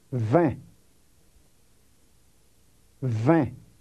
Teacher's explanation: The E-N combination is common in Creole. It's a nasal sound we don't have in English.